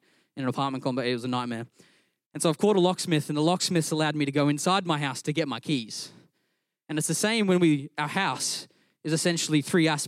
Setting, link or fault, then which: setting, large echoing room